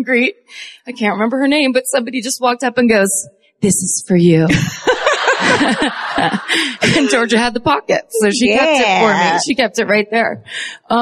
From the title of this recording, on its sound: Live at the Orpheum Theater in Omaha